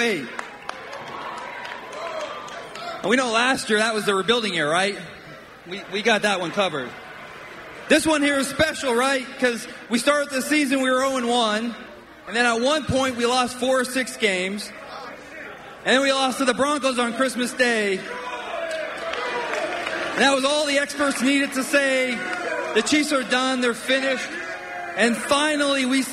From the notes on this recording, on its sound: Goes live to the Chiefs' on-stage festivities as they celebrate back-to-back championships.